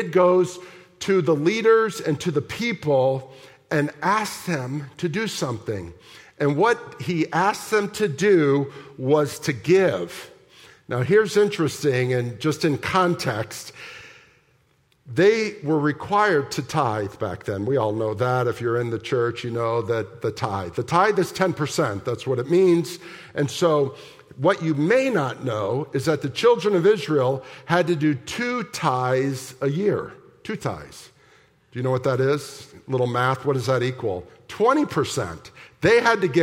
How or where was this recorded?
large echoing room